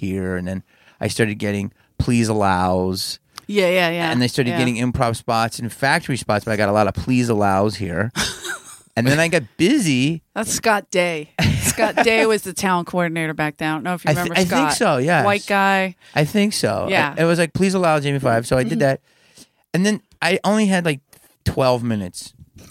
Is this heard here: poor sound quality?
no